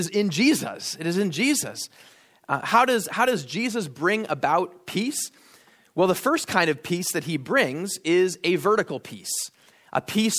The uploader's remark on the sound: At Immanuel Lutheran Church in Pasadena, CA.